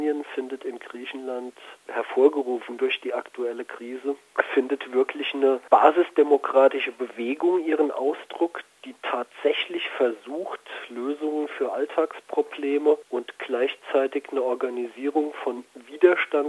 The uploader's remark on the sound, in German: Telefoninterview